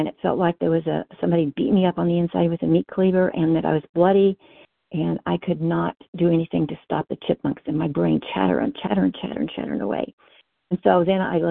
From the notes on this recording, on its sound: 100 Pounders Phone Meeting